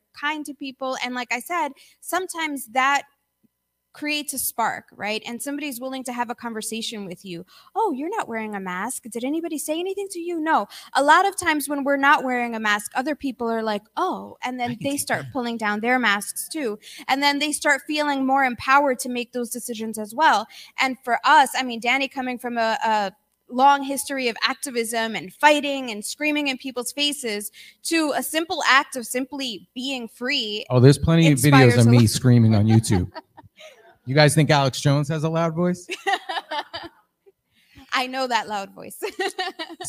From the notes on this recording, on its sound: spoke at The Greater Reset 3: Integration Conference in Austin Texas